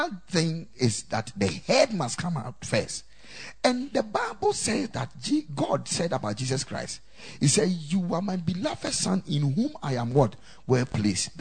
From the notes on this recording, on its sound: Preached at the Ekklesia Chapel.